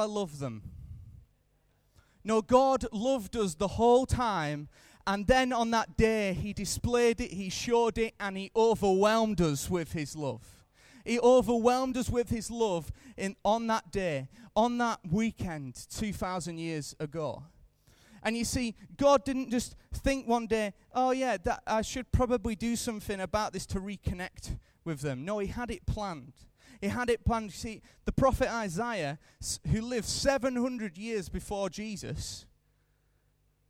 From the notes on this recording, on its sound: Recorded live at Life Church on Friday 3rd April 2015.